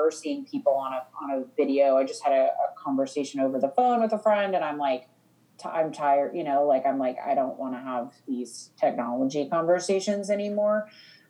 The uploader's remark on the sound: We apologize for any sound interruptions (there were a few on this one oops!) and differences in quality, as we both are connecting in from home over a zoom call.